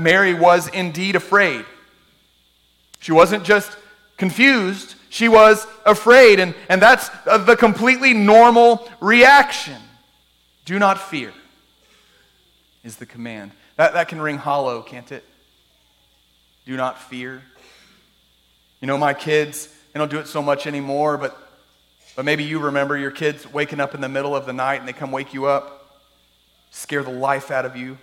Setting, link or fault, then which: setting, large echoing room